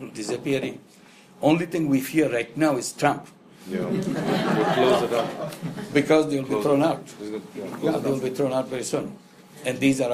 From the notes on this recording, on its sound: spoke and interacted with an invited audience in Bangalore at the foundation office